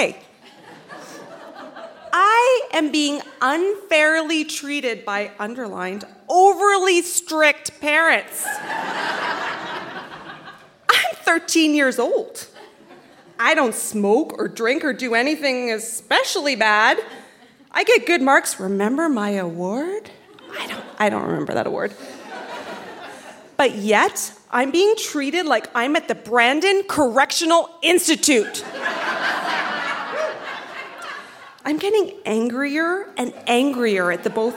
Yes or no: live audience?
yes